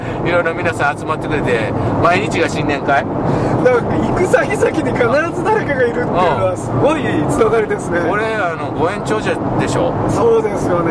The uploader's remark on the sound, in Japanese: 福井県へ向かう車の中でドライビング対談収録をいたしました。